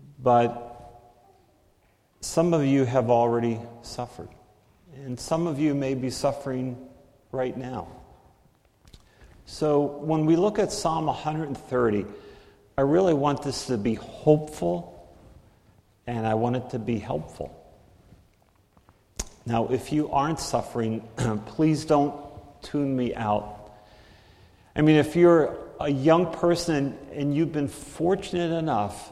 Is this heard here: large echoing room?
yes